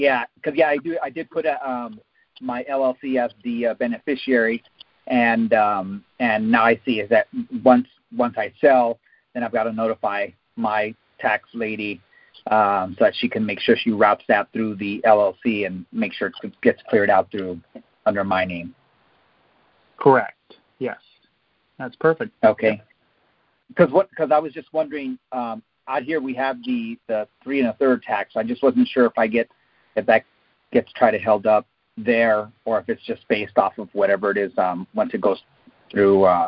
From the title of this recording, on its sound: Gold Club Q&A Call